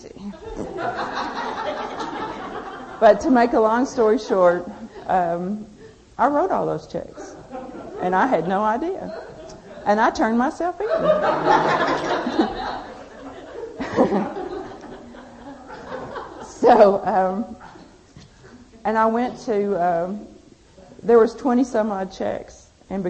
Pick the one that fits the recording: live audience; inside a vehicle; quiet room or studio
live audience